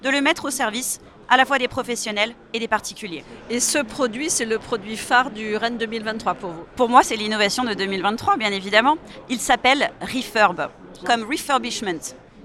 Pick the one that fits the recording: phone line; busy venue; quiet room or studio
busy venue